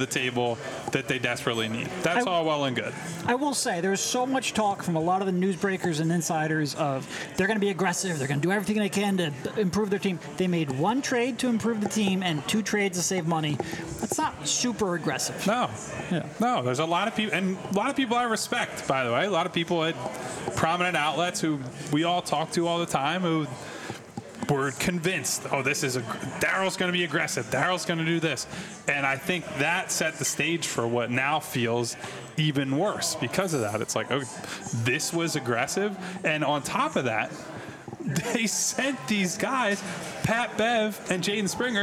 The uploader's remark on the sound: LIVE from The Chicken or the Egg in Marlton, NJ.